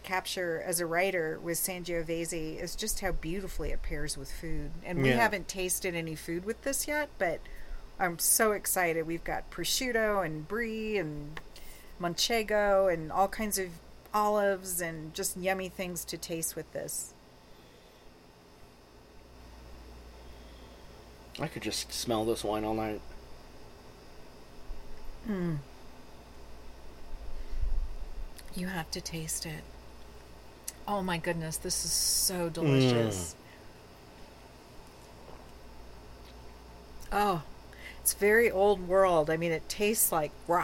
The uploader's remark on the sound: Sit outside on a starry night.